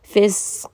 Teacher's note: the qaf, which is going to be heavy, which also has qalqala, fisq. So do make sure that you do give that qaf the proper qalqala and that you do make it heavy.